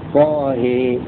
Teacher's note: رواية ورش بإمالة الهاء فقط